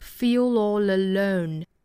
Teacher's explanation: feel all 和 alone 这三个词连读会有两个小的舌侧音变成 light l 的情况